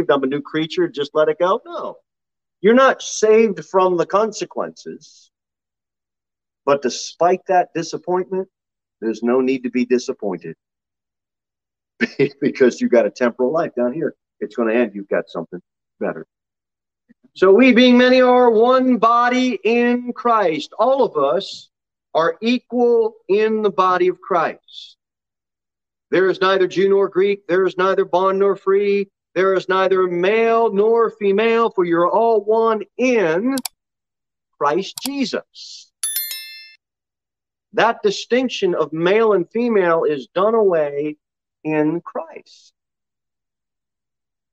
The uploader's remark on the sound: Sermon delivered at Pilgrim Baptist Church on Thursday, January 27, 2022 at 6:15 pm. Jere Whitson Rd.